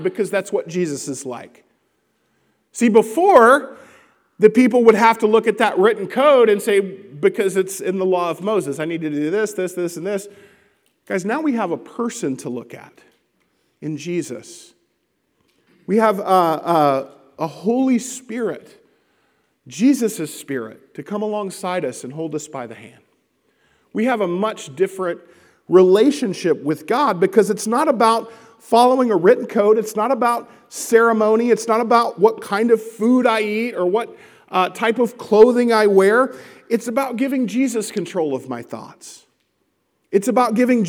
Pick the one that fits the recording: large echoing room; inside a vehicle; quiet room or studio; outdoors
large echoing room